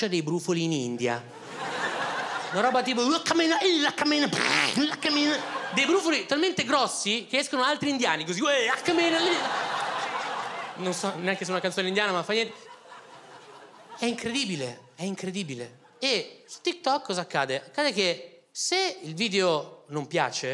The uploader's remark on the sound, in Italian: Registrato al Teatro Manzoni di Milano